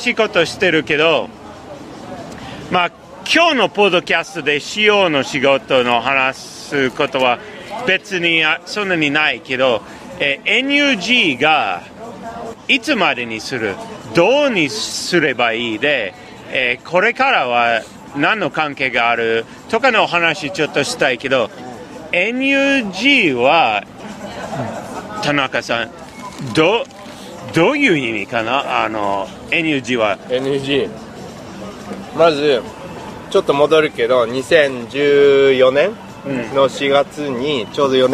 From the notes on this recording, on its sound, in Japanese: 外で録音しましたので、バックグラウンドはちょっとうるさくて、申し訳ありません